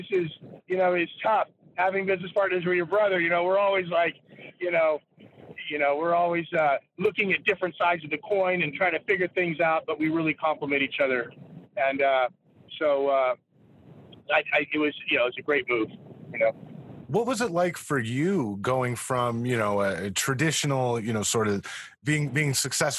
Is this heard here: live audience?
no